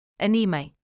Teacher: is similar to the aim sound in English, but nasalized · Term: nasal diphthong